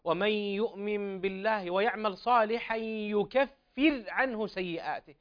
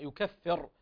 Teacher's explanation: الراء هنا مرققة عند الجميع · Shown in: first take · Term: الترقيق